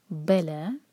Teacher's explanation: یہ ہے دو سلیبل والا ورڈ، تو با پر زور